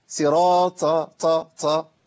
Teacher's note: وفي ناس بتقولها صراط ط ط وتطلع نفس. واحنا قلنا النفس يطلع في الطاء معناها ان انا قلبت الحرف من الطاء الى ايه؟ التاء